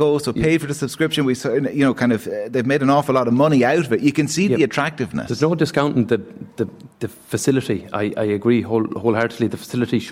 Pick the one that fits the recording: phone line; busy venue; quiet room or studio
busy venue